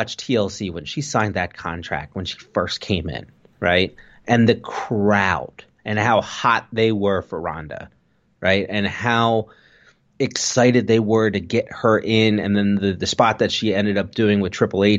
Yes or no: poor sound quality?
no